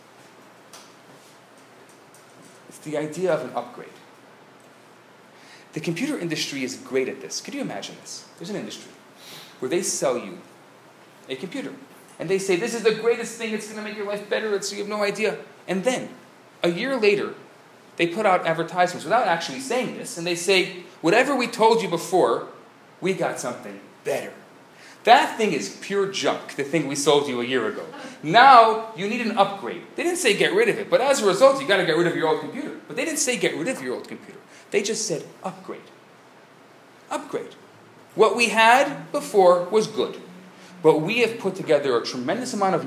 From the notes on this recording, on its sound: Recorded Live at Rohr Chabad NDG